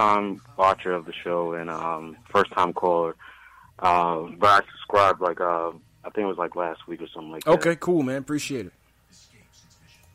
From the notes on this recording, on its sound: Knicks vs. Warriors Post Game Live Reaction and Fan Phone. Take live phone calls from fans around the world.